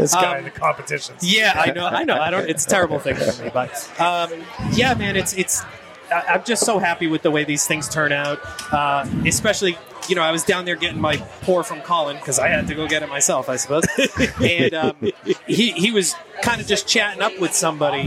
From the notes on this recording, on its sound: On his epic roof deck at Six West in South Boston.